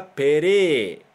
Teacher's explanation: Tem um jeito de deixar um pouco mais aproximado o som, né, do som aberto, mas que não é exatamente aberto, tá? É a gente esticar o som do e, né, aí vai ficar pere, né? Assim, só vai ficar mais esticado, na verdade, tá?